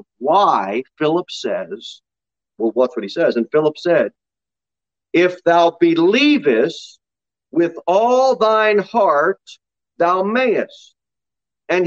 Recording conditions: large echoing room